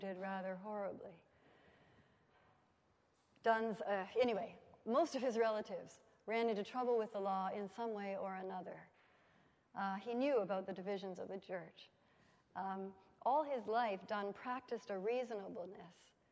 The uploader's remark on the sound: at the Wycliffe Centre for Scripture and Theology Fall 2015 Colloquium